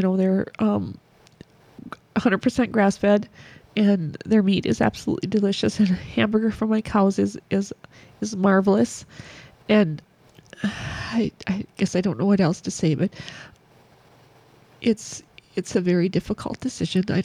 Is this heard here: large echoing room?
no